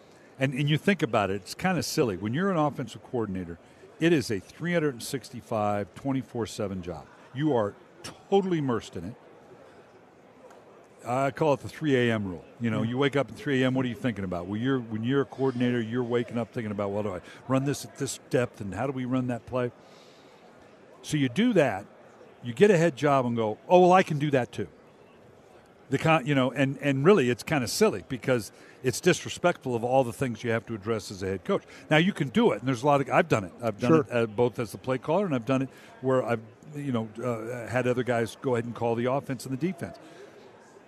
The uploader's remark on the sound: live from Super Bowl Radio Row